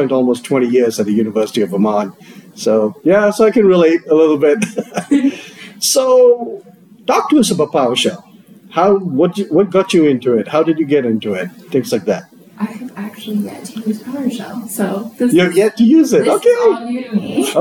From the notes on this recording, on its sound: here at the PowerShell + DevOps Global Summit in Bellevue, Washington